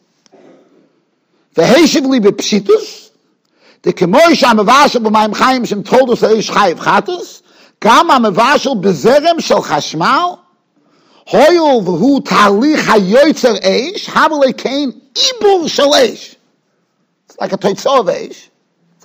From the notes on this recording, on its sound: Shiur recorded in Yeshivas Ohr Reuven, Monsey, NY.